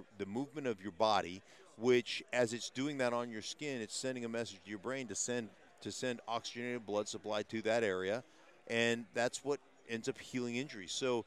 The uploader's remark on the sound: LIVE from #SBLIV Radio Row!